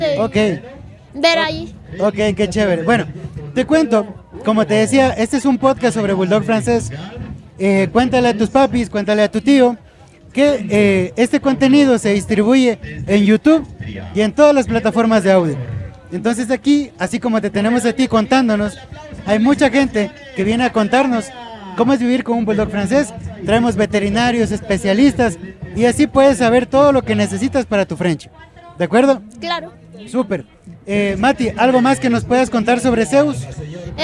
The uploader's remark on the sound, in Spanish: Los episodios que grabamos en la Expo Mascotas fueron posibles gracias a una valiosa alianza estratégica con la organización de la feria. Llevar nuestro podcast a la Feria Expo Mascotas no fue una tarea sencilla.